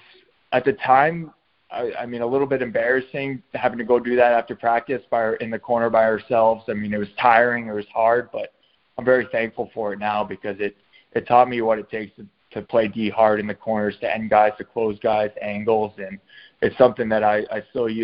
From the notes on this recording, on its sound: the recording of our LIVE conference call